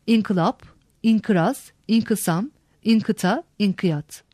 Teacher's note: Dilimize Arapçadan girmiş bulunan kelimelerde kalın K'den sonra gelen İ sesi I'ya döner ve I ile yazılır.